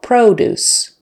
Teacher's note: Syllable stress on the first syllable, produce with a long O, O-O, produce.